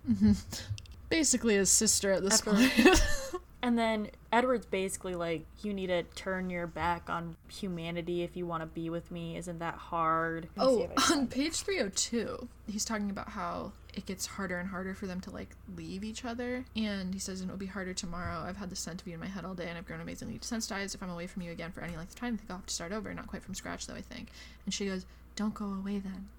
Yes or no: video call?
no